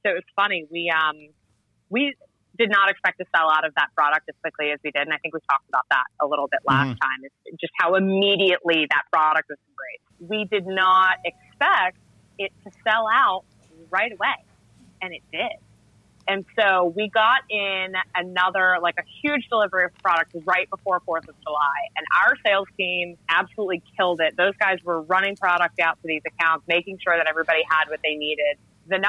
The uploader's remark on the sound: We hopped on the phone with the fine folks at Katcef Brothers.